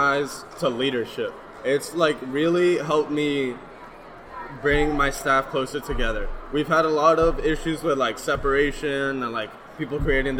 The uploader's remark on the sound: Recorded live at the JEA/NSPA National High School Journalism Convention in Anaheim on April 26, 2019. Session from the conference floor.